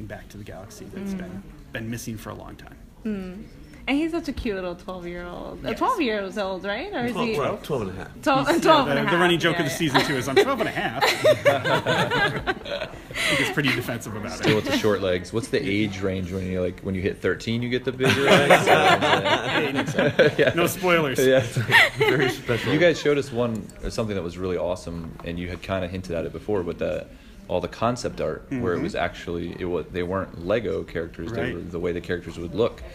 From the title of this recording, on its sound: Interview at Celebration